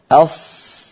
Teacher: فصوت الصاد لها صوت معين أص لأنها مفخمة مستعلية مطبقة، لكن لما يقول أص هكذا ويزم شفتيه صوت الصاد قد